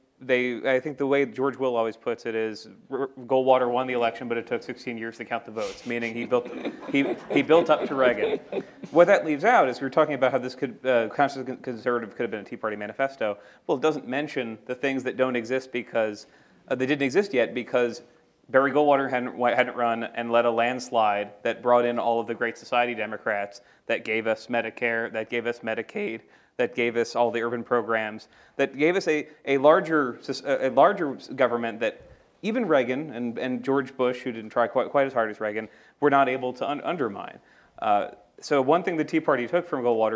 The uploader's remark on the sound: At a panel co-presented by Arizona State University